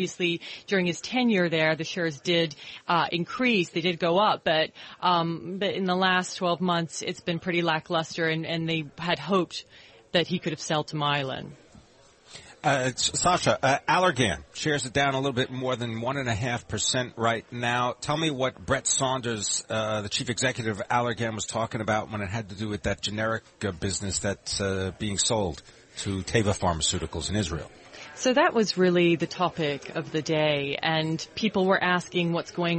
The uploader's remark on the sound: Broadcasting live from the BNY Mellon Asset Servicing Conference in Tuscon, Arizona.